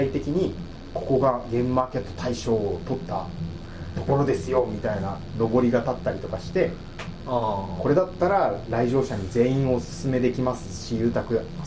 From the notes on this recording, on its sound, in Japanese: １月に録音したものです。音質が悪く聞き取りづらいかと思いますがご容赦ください。